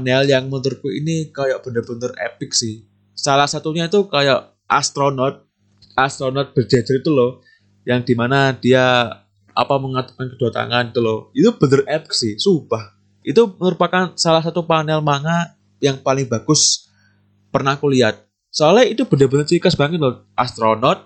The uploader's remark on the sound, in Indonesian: Mohon maaf kalau suaranya di episode kali ini jelek.